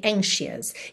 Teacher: E atenção que você não diz anxious, você não desenha esse o u, é mais aquele som bobo a, uh", a uh", mesmo, tá?